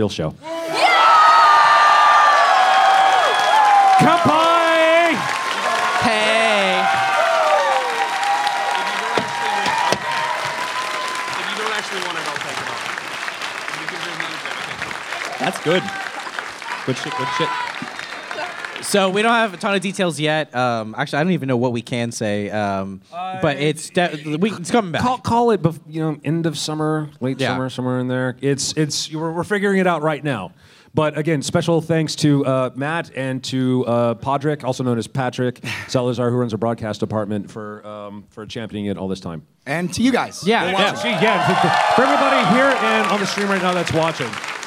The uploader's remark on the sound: RTX Austin 2016. Live Panel at RTX 2016.